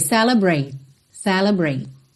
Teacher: Pode ser até que você nem ouça o T.